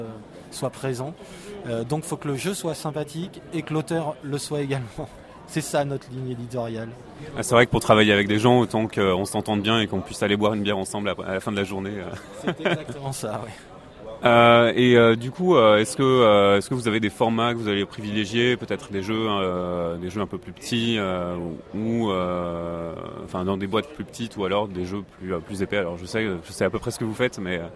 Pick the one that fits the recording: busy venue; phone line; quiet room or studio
busy venue